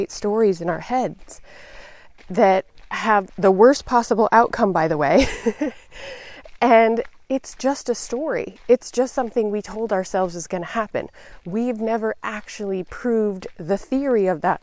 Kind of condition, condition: setting, outdoors